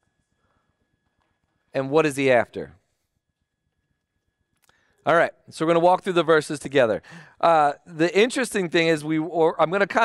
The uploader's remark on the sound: Recording of Sunday gathering on Nov 19th, 2023.